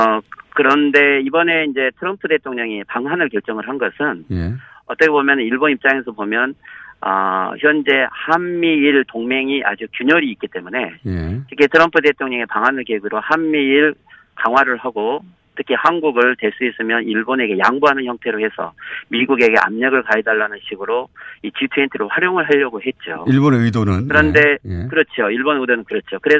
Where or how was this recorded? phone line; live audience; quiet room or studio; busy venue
phone line